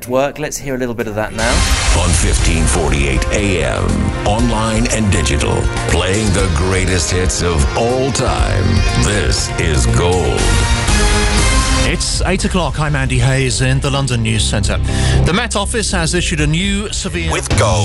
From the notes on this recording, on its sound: Once again, we recorded it in a pub.